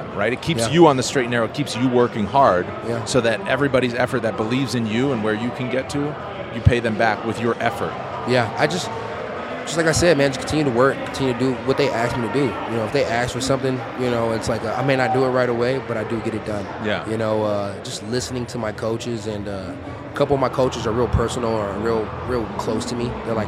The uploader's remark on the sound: LIVE at UFC X